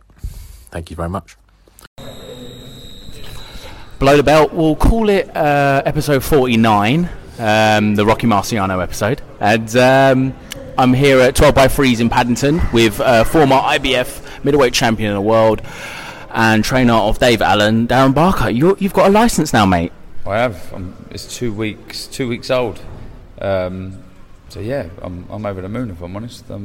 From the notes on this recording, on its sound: We were live at the open workout